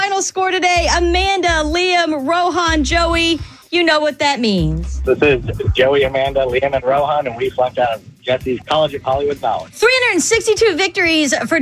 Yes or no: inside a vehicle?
yes